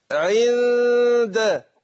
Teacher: بيذهب ذات الحرف اللي هي النون وبتبقى صفة النون · Term: الاخفاء